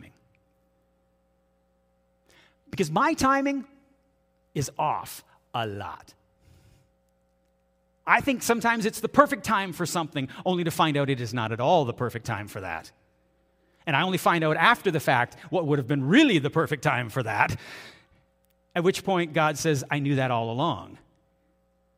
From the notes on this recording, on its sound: This is audio taken from the June 4, 2023 Sunday sermon at FBC Charlottetown PEI Canada.